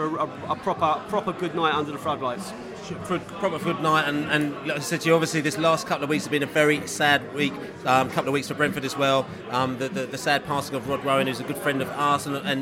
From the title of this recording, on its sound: Podcast from the Pub